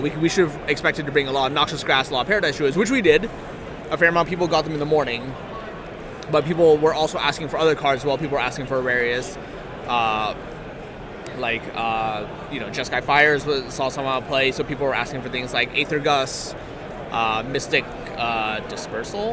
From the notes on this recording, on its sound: Live from GP Richmond.